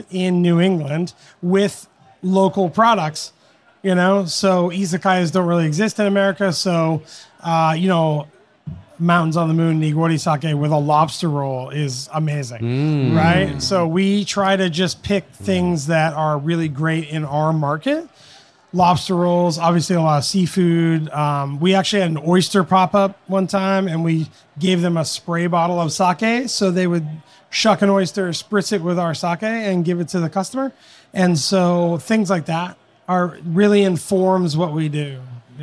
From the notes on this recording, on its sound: LIVE! The American Craft Sake Festival 2023. Sake Revolution hosted a live podcast recording of a "brewers roundtable" on stage in front of an enthusiastic crowd of sake lovers at the Festival. It was our first time recording in front of an audience, so you may notice some differences in our audio along with some background noise.